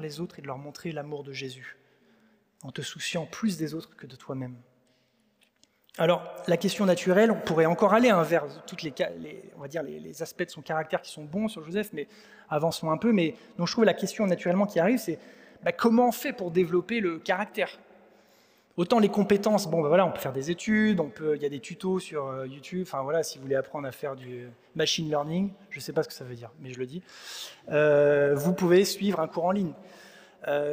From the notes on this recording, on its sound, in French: Enregistré à l'église CVV